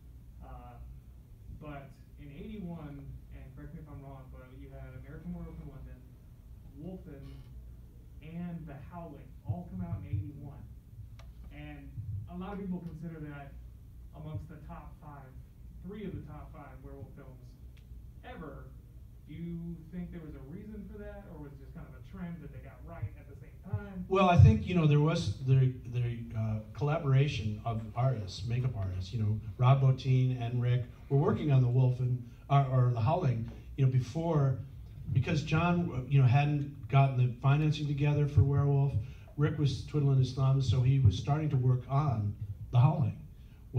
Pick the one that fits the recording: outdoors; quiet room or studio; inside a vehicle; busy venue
busy venue